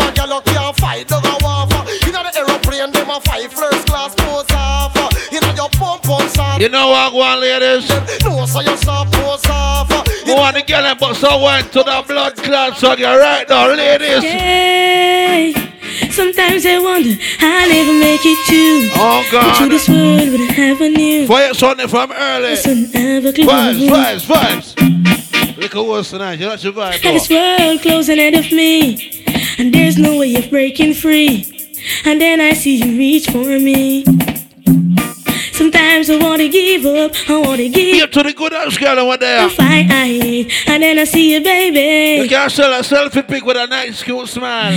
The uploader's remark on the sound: Live From FAYAH SUNDAYS